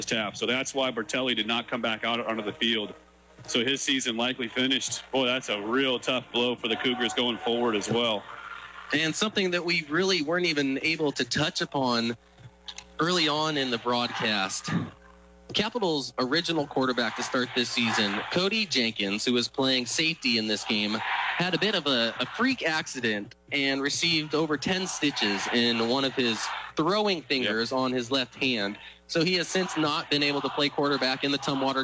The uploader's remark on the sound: Spaghetti Bowl 2015 PxP. Live from Ingersoll Stadium!